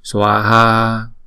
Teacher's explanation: chữ swaha này là mỗi âm hai nhịp